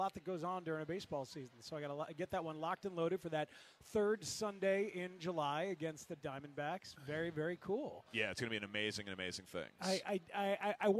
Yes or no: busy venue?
yes